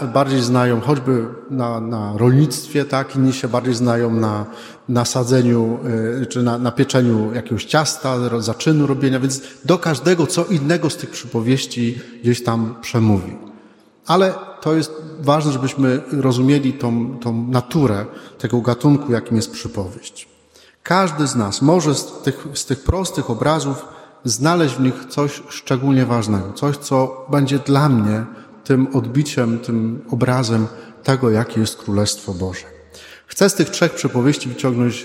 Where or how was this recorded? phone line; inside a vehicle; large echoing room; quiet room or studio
large echoing room